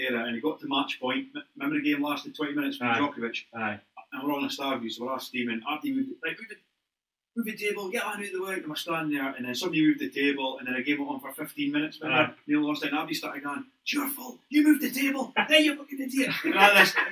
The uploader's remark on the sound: Apologies for sound